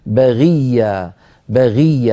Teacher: لكن انتبهي، لا تقولي بغية، بغي الغين هنا مكسورة فالكسر يضعفها وهي حرف مستعل منفتح ليس مطبقا، بغية بغية، ولا تقولي بغية، لا أقول رقيقها، هي في أقل المراتب كما مر معنا في أبيات الإمام المتولي، قال عن الحرف الاستعلاء المكسور: فهي وإن تكن بأدنى منزلة فخيمة قطعا من المستفلة، فلا يقال إنها رقيقة كضدها تلك.